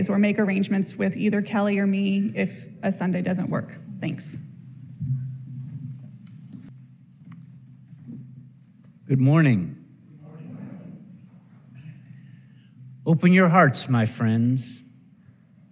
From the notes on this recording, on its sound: The specific reading of names of those who've died in the last year has been cut from this particular audio. However, you will hear our tribute to those we've lost, along with a call-and-response from minister to congregation. You'll hear our typical Sunday service introductions, visitors checking. Bits of merriment in anticipation of a Fall Festival just about to unfold after the grown-ups emerge from the sanctuary.